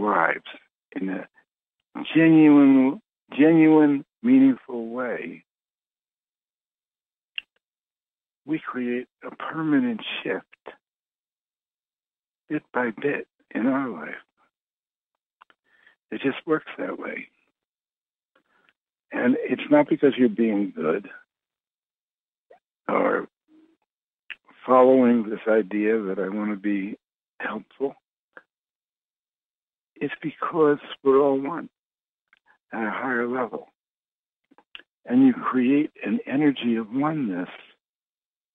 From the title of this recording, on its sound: Conference Call LIVE, April 4, 2022